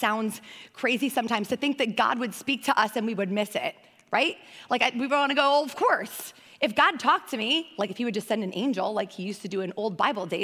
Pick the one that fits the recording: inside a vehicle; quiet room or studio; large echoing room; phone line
large echoing room